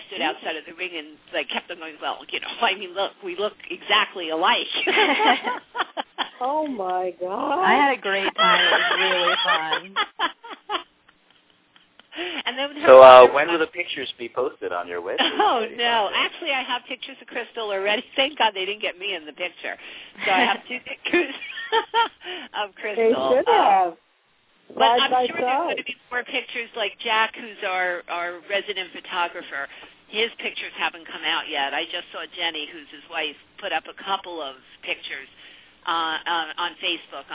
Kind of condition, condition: link, phone line